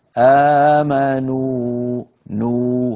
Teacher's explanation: يعني ما بيصح نقول آمنوا وكانوا، ما بيصح، وإنما نقول آمنوا نو هكذا ممطوطة بمقدار حركتين · Term: مد طبيعي